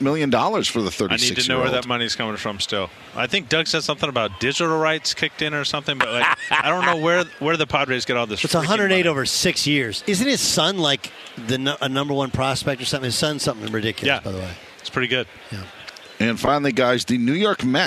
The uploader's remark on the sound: live on Radio Row in Phoenix ahead of Super Bowl 57!